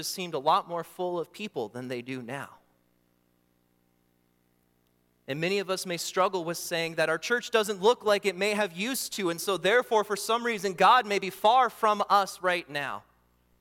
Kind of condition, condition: setting, large echoing room